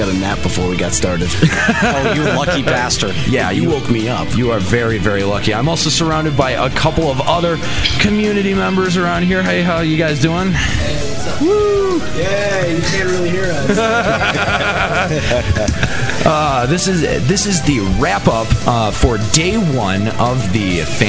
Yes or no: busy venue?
yes